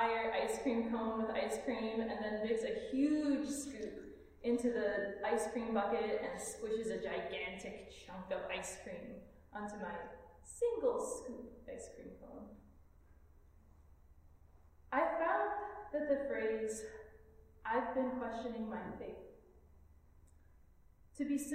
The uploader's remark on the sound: This Minisode is a recorded sermon delivered at All Souls Community Church of West Michigan, a Unitarian Universalist congregation in Grand Rapids. If this recording is too quiet, we are sorry!